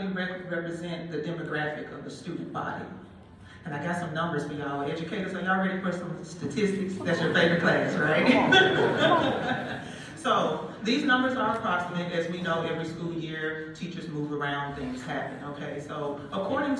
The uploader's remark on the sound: a recording of our panel discussion from the 77th Annual Midwest Band & Orchestra Clinic